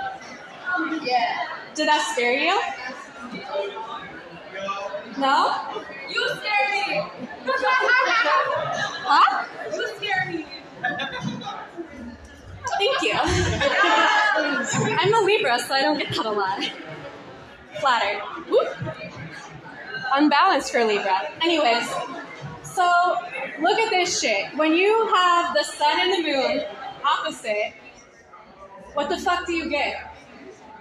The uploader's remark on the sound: Our first ever live episode of WITLT !